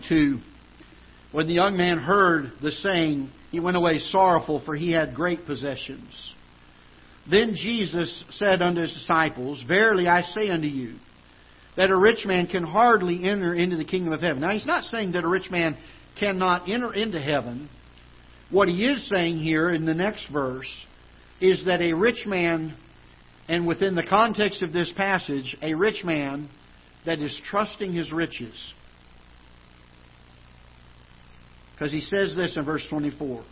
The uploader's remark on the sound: Ketha Heights Baptist Church ~ Live Broadcast